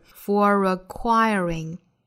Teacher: for 若读成 f 和后面的 acquiring 可以连读带出小的 r